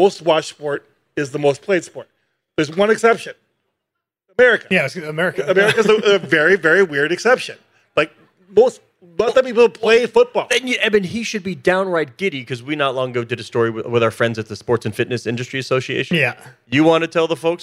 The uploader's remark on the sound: Live at SXSW